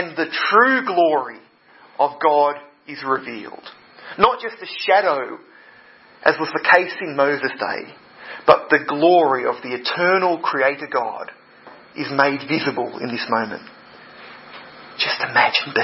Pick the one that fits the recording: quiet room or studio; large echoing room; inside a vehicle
large echoing room